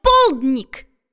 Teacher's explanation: А в слове «полдник» ударное «о».